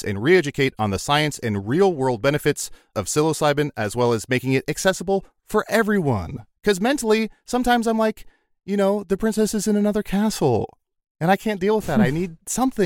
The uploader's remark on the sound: the audio from a family road trip